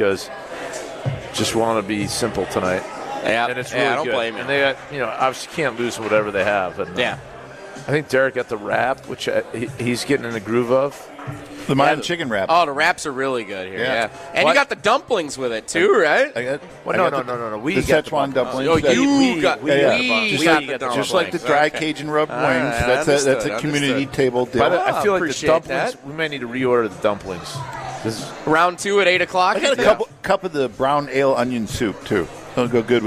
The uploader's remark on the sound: live from the Great Dane